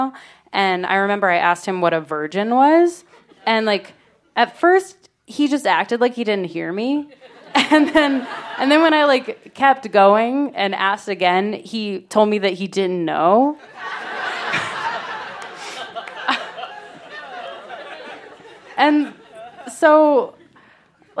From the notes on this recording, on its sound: told this story live on 15 February 2017